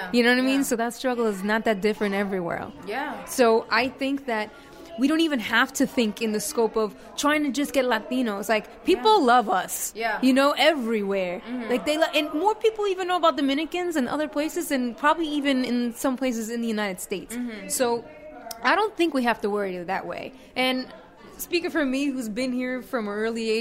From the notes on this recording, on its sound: Red carpet correspondent. Covers the Dominican Film Festival NY live!